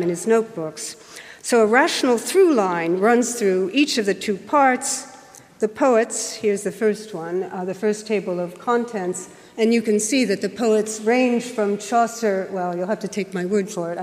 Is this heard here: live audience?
yes